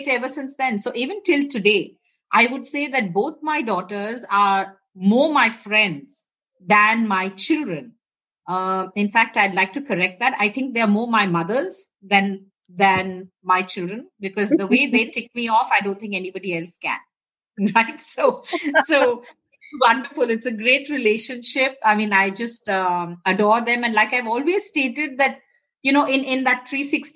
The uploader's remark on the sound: Virtually recorded